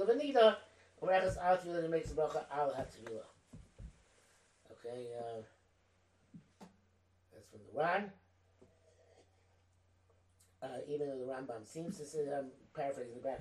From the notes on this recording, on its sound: The sound is not great on this recording, because I didn't realize that the microphone had fallen down. I think it's still audible.